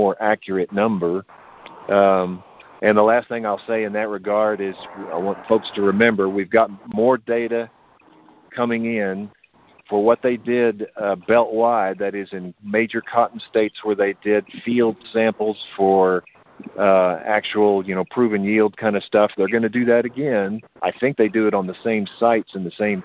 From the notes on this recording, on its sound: Monthly Conference Call On Cotton.